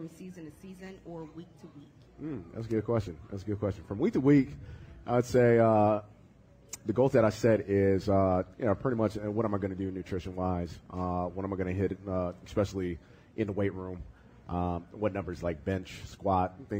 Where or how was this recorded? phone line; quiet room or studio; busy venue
busy venue